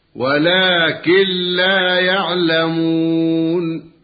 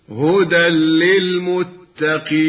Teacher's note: فإذا وقع أحد هذين الحرفين بعد النون الساكنة يشترط أن يكون في كلمتين أو بعد التنوين، ولا يكونان إلا من كلمتين. وجب إدغام النون أو التنوين في اللام أو الراء إدغاما كاملا بغير غنة · Term: الإدغام من غير غنة